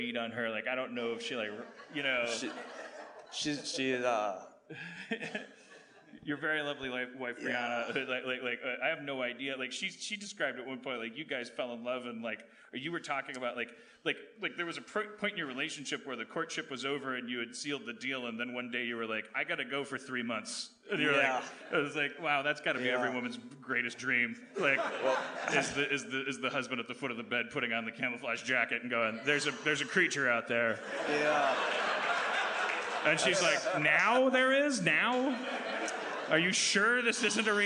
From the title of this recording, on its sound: LIVE from Bridgetown 2015!